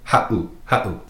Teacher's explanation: If you were to take out that 7, it would be pronounced ha'u. But with the 7 in there, makes that little glottal stop, that pause.